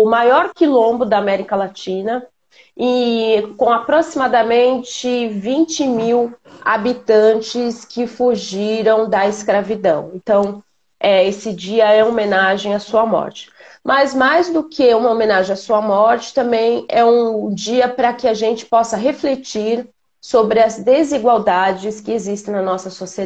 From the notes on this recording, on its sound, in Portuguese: Esse podcast foi retirado da Live feita no Instagram do Grupo Mulheres do Brasil Santos